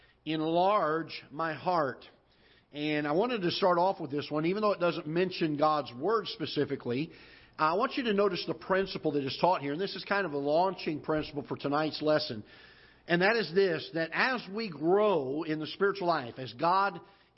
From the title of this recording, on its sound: Ketha Heights Baptist Church ~ Live Broadcast